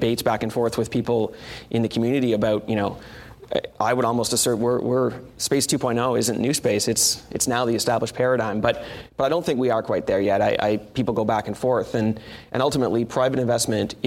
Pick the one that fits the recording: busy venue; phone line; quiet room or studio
busy venue